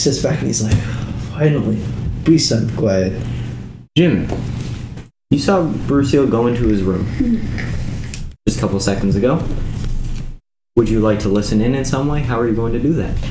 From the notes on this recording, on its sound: The audio is a little messed up